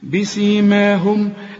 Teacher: ادي الميم اللي احنا بنقفل فيها شفايفنا، ميم عليها سكون، ميم ساكنه، اقفل، لازم تقفل فيها شفايفك.